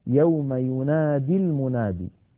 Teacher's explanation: عندنا أيضا مثالين آخرين نذكرهما من ذلك في سورة قاف قوله تعالى يوم ينادي المنادي، يوم ينادي المنادي، ينادي وزنها يفاعل، ينادي وزنها يفاعل، ولكنها كتبت من غير ياء في آخرها على نية الوصل لأننا لما نصلها بكلمة المنادي تسقط ياء الفعل، فكذلك نقف عليها يوم يناد ولا نقول يوم ينادي وقفا.